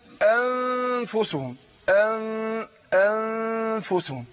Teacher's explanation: الفاء قلنا مخرجها من تخرج من بطن الشفة السفلى مع الثنايا العليا، تمام؟ وانا بخفي النون عند الفاء، فبعمل ايه؟ طبعا مع الغنة حركتين · Term: الإخفاء